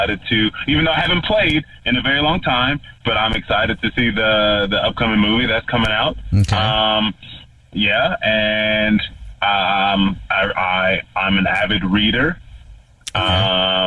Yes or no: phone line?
yes